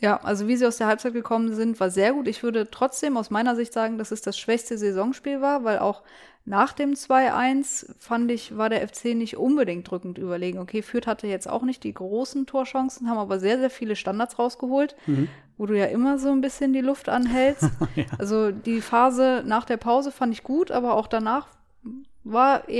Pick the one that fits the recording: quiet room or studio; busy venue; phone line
quiet room or studio